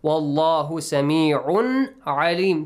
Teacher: The letter lam in the word Allah will be pronounced heavily. Since we have a fatha sound before.